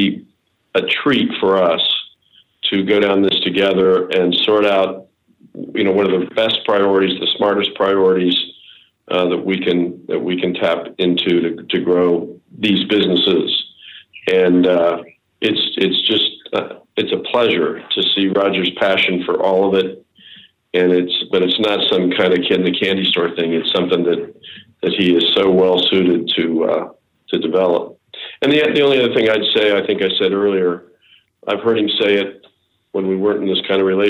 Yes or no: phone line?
yes